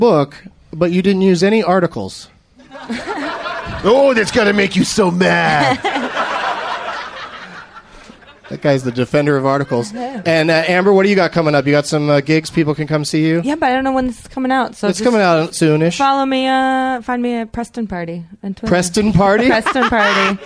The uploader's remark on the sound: Recorded live at the Acme Comedy Club in Minneapolis, Minnesota on March 31st, 2012.